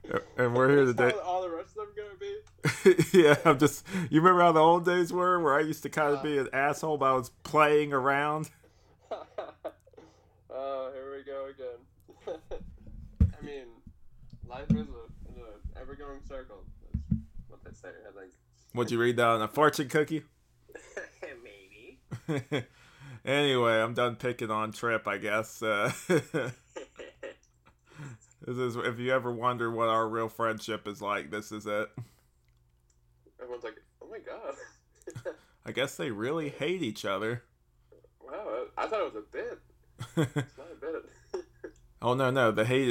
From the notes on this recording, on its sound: Sorry for any audio issues.